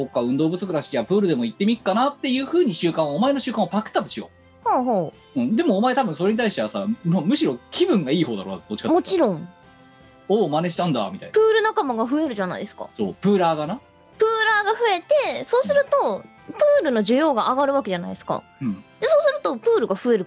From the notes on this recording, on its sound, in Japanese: 本番組はリモート収録です。収録時環境の影響により、聴き取り辛い部分があります。